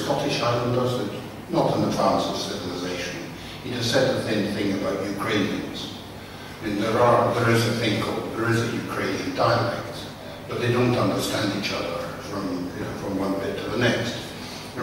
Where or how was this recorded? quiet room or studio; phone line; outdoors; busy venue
busy venue